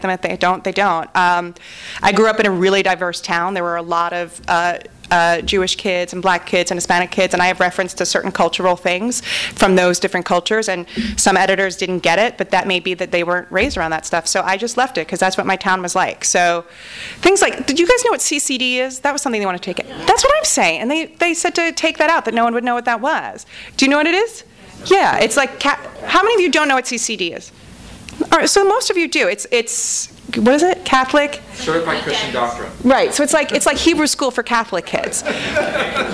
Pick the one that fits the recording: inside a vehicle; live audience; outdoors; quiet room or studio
live audience